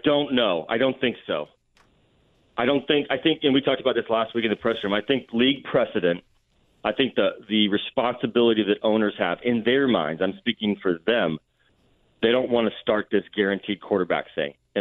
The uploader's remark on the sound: Is on the road attending Pro-Day camps, but still has time to call in to the show.